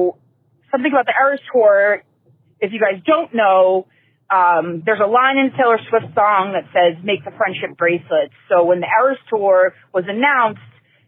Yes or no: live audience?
no